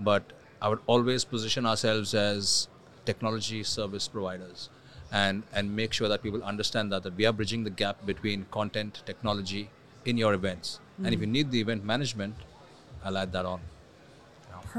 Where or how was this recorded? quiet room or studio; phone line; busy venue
busy venue